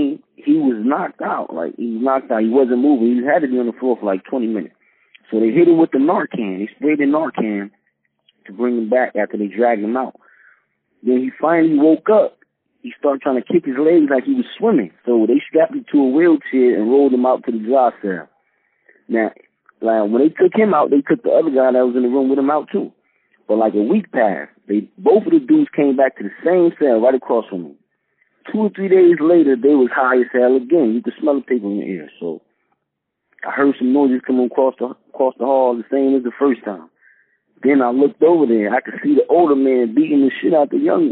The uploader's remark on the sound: called in to the podcast